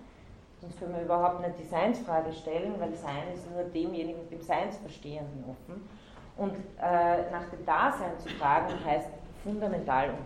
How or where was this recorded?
large echoing room